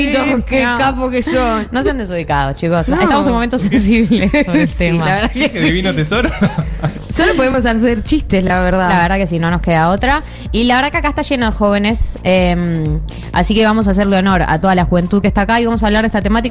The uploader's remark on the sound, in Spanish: Transmitimos desde Tecnópolis, en el marco del Festival It Joven